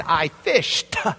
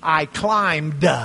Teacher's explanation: When you put fish in the past tense, you changed the D sound to a T. · Shown in: first take